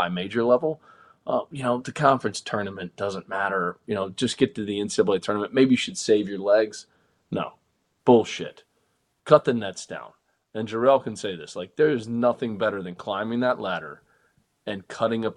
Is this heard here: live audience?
no